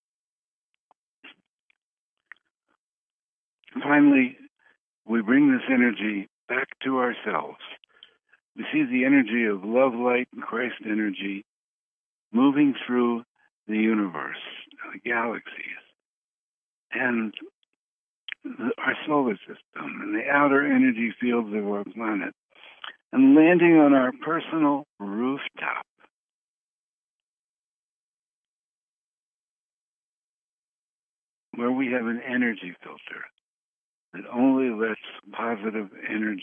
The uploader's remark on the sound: Conference Call LIVE, November 8, 2021